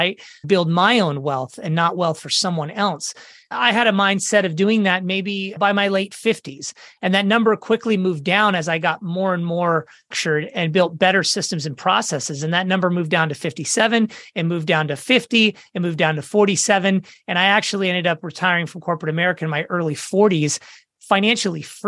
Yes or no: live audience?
no